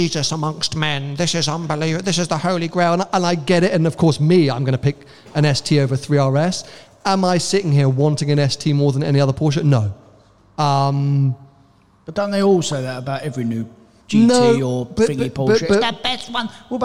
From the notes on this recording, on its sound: live from Vines of Gatwick BMW